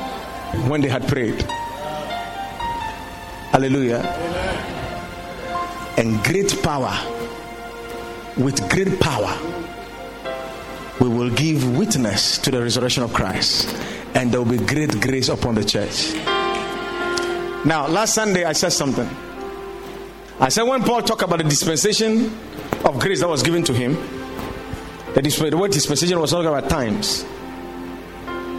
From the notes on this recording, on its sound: Preached at the Watered Garden Church